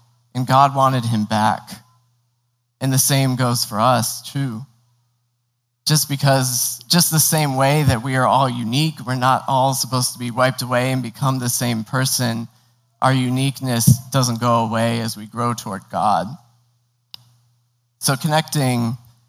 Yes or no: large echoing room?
yes